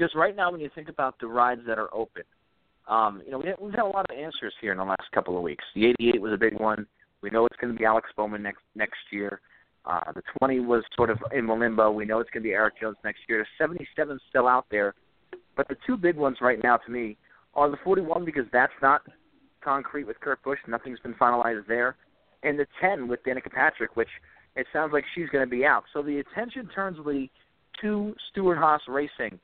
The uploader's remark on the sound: we'll take some phone calls